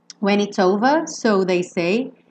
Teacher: Então, esses R's também, especialmente se você cai para uma pronúncia mais britânica, eles já não aparecem tanto, tá?